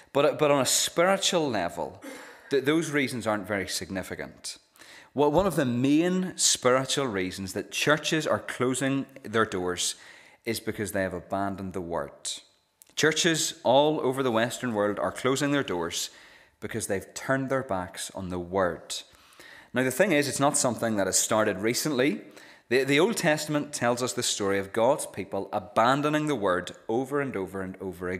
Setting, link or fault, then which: setting, large echoing room